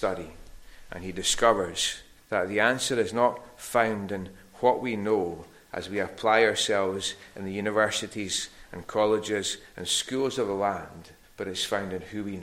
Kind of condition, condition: setting, large echoing room